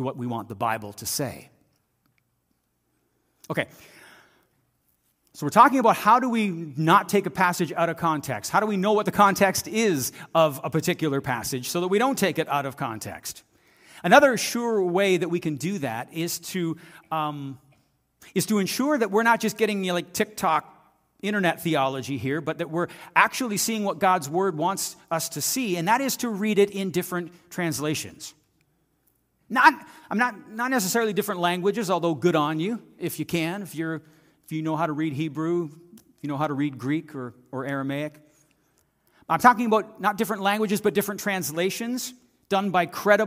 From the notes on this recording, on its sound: This audio is taken from the January 28, 2024 worship service at FBC Charlottetown.